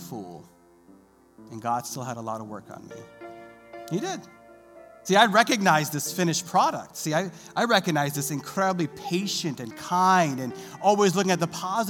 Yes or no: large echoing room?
yes